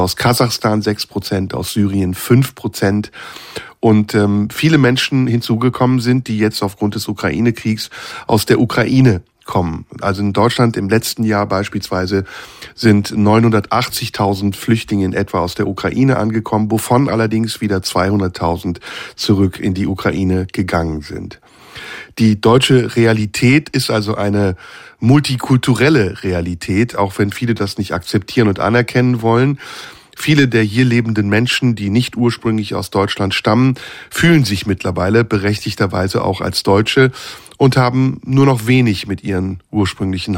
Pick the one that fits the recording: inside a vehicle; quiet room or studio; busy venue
quiet room or studio